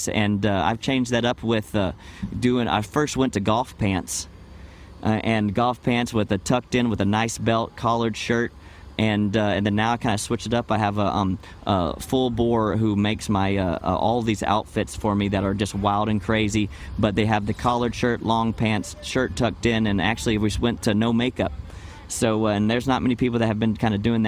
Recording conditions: busy venue